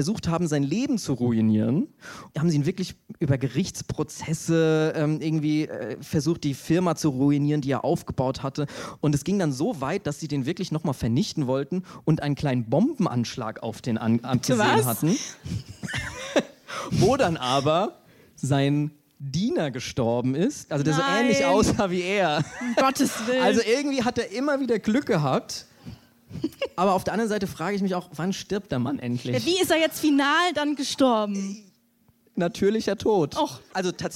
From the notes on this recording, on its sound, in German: live auf der kuschlig-plüschigen Bühne beim Reeperbahn-Festival in Hamburg